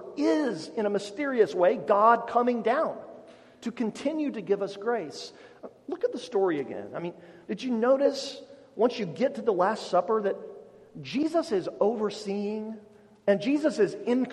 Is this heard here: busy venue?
no